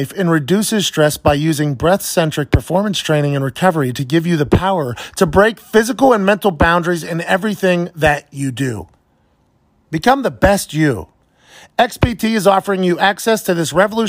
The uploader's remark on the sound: record from the back of the box truck in beautiful Atlanta, Georgia